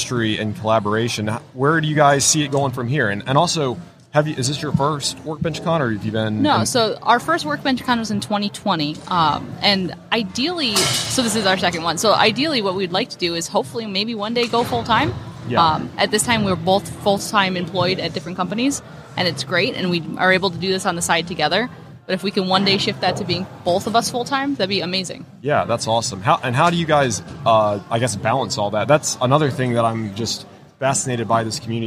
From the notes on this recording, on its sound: LIVE from WORKBENCHcon 2022